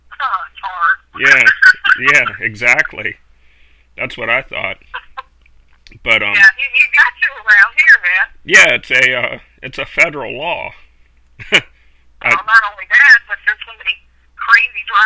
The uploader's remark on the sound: joins the show via phone